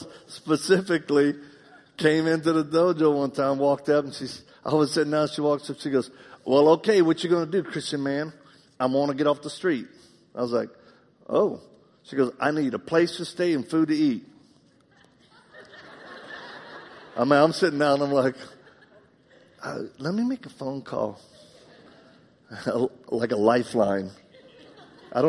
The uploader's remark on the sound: In this live message